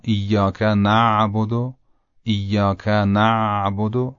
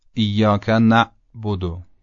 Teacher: عین به خصوص وقتی که ساکن باشه قدری قابل امتداد و کشش هست و با نرمی تلفظ میشه، اما همزه این حالت رو نداره. صدا در حالت ساکن بودنش قطع میشه و دوباره شنیده میشه.